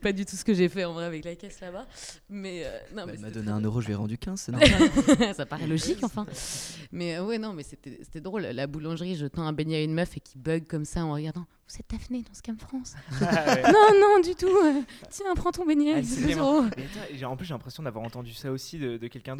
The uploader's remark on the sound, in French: l'équipe du NVTL Podcast, invitée aux Etats Généraux de l' AAFA - Actrices et Acteurs de France Associés, a enregistré des discussions avec différents participants.